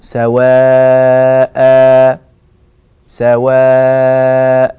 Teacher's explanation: فإن التنوين يتحول إلى ألف مادية بمقدار حركتين، فنقول سواء سواء هكذا. · Term: مد عوض